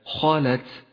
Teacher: الخاء حرف استعلاء مفخم. خالت، واللام حرف مرقق والتاء حرف مرقق، ولكنه يحتاج هنا إلى الهمس، فاقرأ هكذا: خالت.